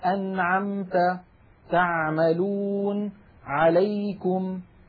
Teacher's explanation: العين الفصيحة أعمق من العين التي نعتاد في أغلب العاميات المعاصرة أن نأتي بها. نحن متعودون أن نقول مثلا يعني مخرج مرتفع قليلا.